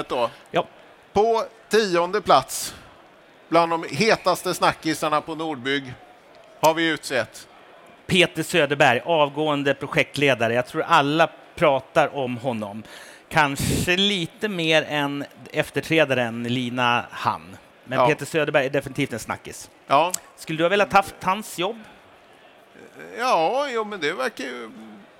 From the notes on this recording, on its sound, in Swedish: Nordbygg Live. Sänder live från Nordens största byggmässa.